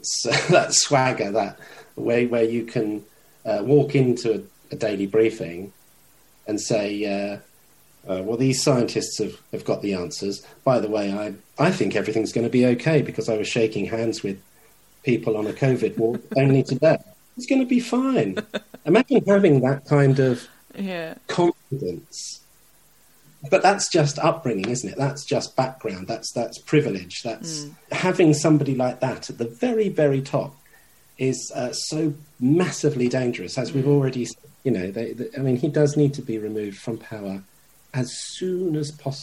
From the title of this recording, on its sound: in the room (well, Zoom) next door